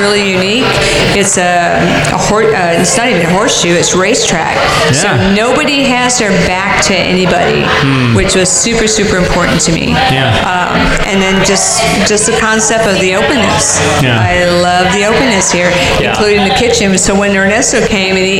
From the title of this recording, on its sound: That time we did a live show